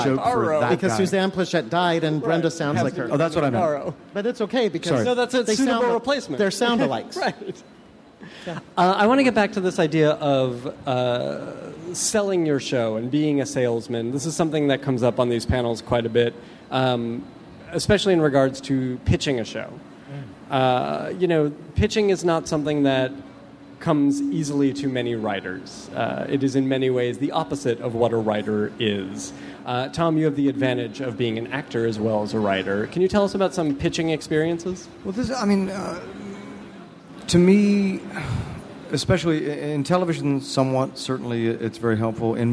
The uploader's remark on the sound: Recorded live at the Nerdist space at Petco Park during San Diego ComicCon, on July 24, 2014.